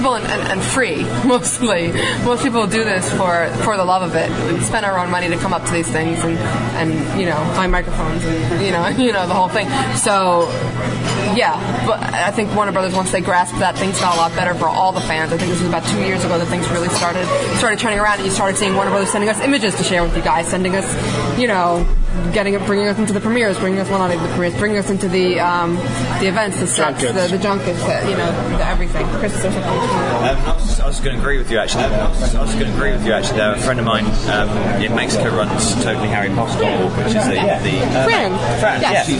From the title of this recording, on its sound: Live from Witch City